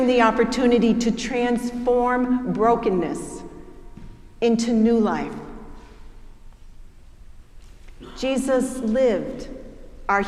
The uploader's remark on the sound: preached at our celebration of the Holy Eucharist service on Easter Day